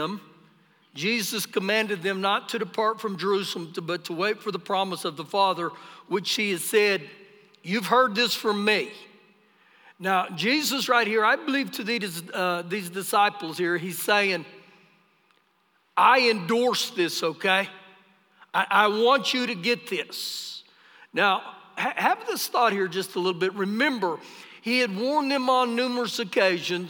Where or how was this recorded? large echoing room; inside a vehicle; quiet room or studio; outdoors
large echoing room